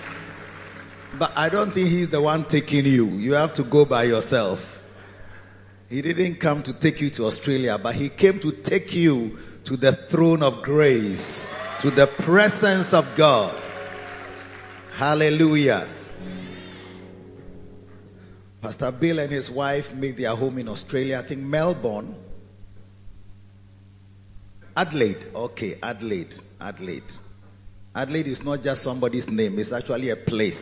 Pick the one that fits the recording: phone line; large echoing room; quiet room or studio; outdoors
large echoing room